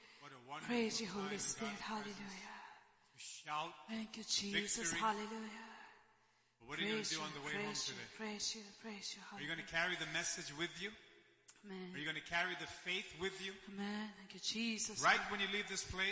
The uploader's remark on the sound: ELBIM Church Sunday LIVE Stream Audio